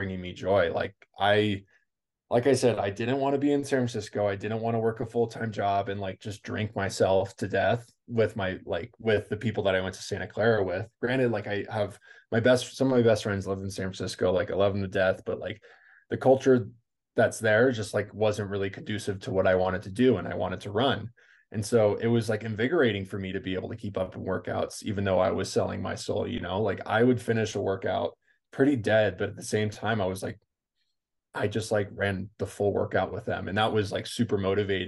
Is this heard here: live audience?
no